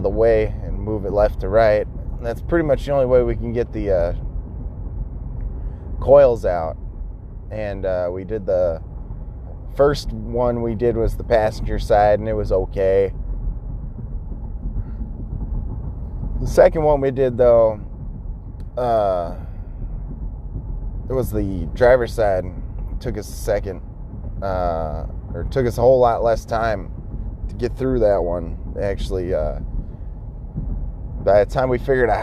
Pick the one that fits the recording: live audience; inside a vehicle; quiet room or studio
inside a vehicle